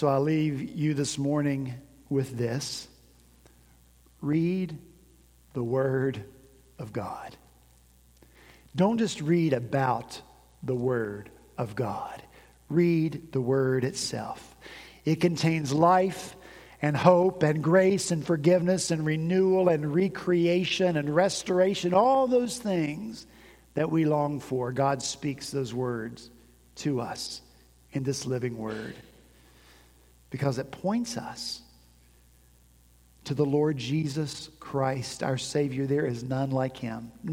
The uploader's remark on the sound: At Redeemer Presbyterian Church in Charleston, SC